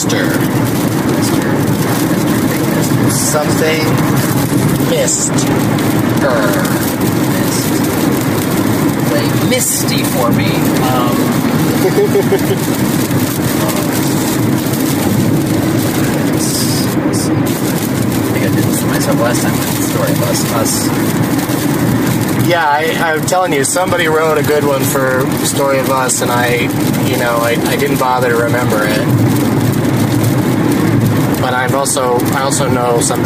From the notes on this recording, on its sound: Rental Car. During a drive from O'Hare Airport to Appleton, WI.